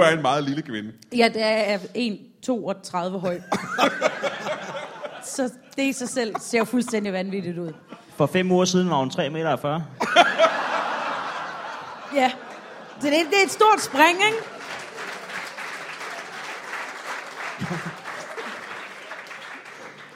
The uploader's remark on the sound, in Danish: LIVE fra Comedy Zoo København